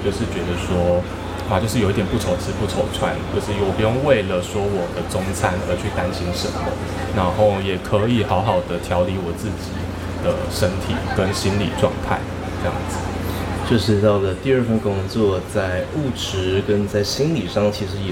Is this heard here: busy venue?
yes